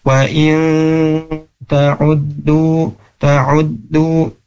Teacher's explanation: bacanya harus digunnahkan, dimasukkan ke hidung · Term: ikhfa